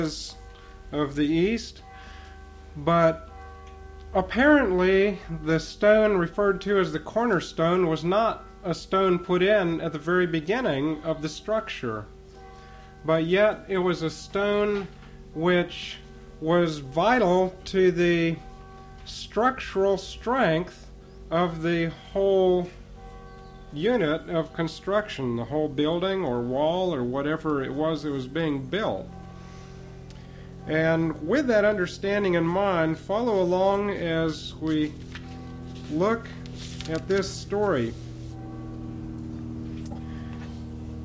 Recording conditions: large echoing room